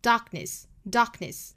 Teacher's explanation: 中间的这个 k 的发音大家不要爆破出来了